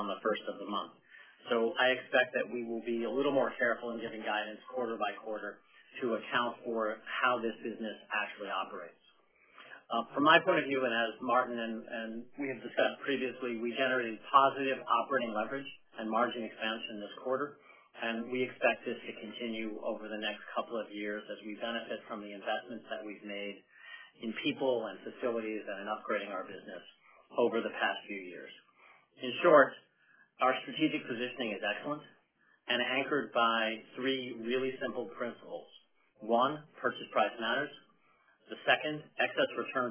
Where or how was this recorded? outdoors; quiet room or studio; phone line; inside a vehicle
phone line